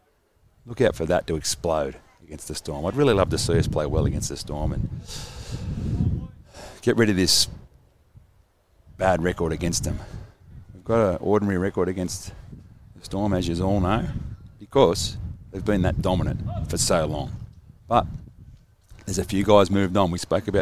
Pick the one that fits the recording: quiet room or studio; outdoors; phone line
outdoors